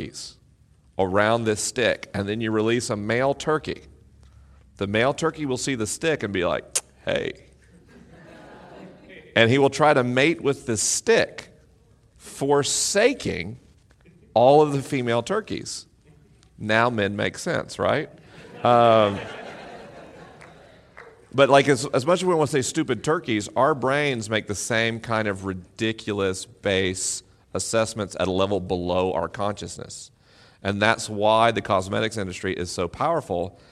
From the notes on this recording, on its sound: LIVE in Mission Hills, CA. This week is a live episode: the questions are unscreened and the answers are unrehearsed.